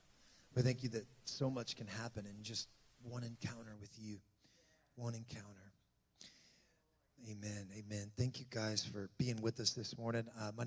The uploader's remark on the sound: This message was recorded on the morning of April 1, 2023, at Gateway Church in Richmond, Indiana.